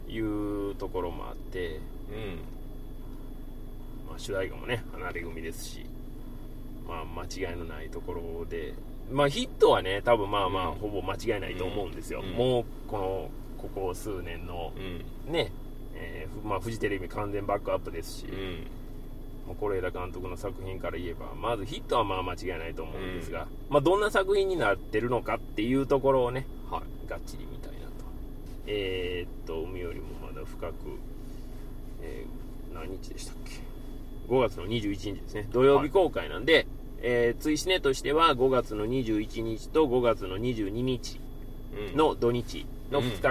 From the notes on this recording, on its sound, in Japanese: 帰路車中で録音しておりますので、。一回表より雑音を多く拾っており。